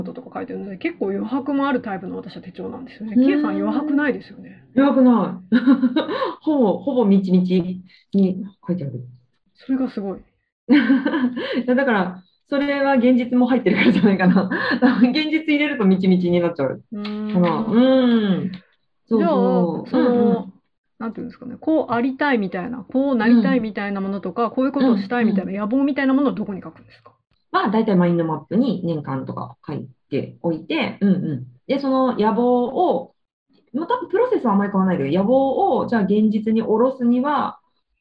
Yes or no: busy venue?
no